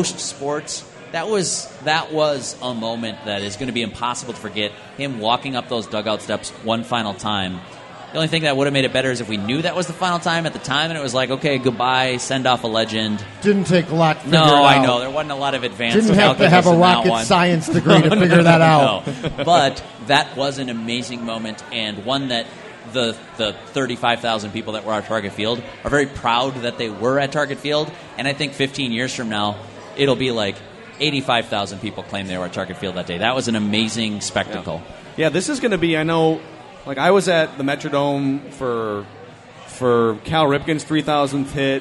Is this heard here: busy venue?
yes